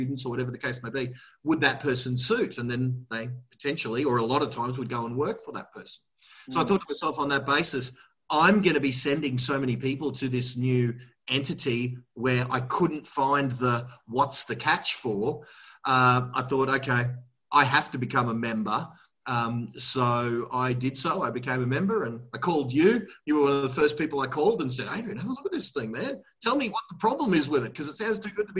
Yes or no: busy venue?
no